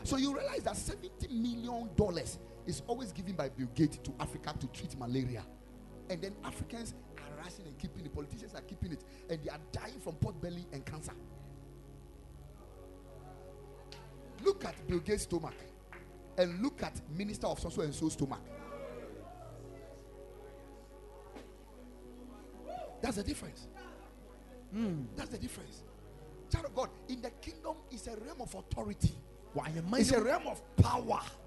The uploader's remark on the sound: Preached at the Ekklesia Chapel